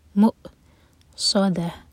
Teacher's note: حمزہ پڑھیں گے، حمزہ پر سکون تو کٹ آف ساؤنڈ. مؤصدہ، صاد ہیوی، دال لائٹ اور تا مربوطہ ہا میں چینج ہوگا، اس کو ساکن کریں گے.